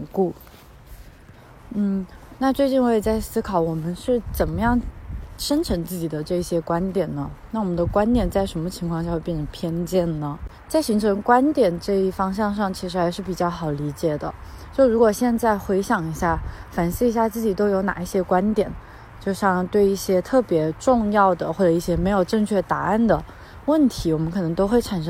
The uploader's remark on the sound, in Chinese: 在新冠肺炎刚刚出现时，是一边散步一边录制的。